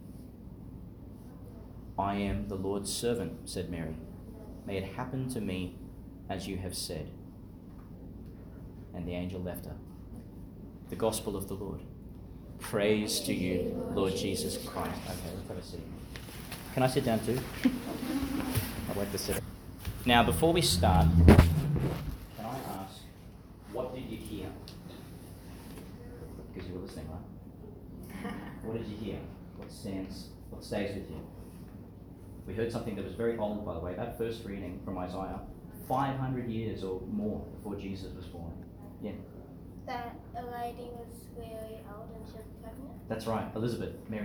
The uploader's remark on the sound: delivered in to some of the children at St John the Baptist Primary School, Gladstone, Qld.